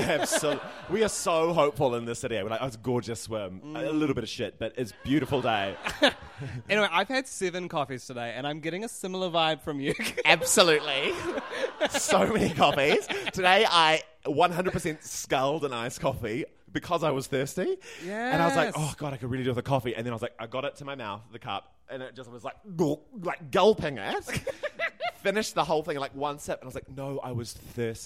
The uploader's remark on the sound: Fan Fiction (LIVE!). In front of a live sold out crowd.